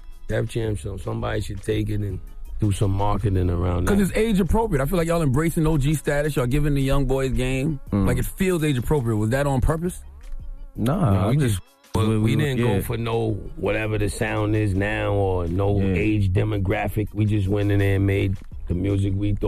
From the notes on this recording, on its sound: We opened up the phone lines to see what our listeners thought about … insinuating that he was guilty of marriage fraud.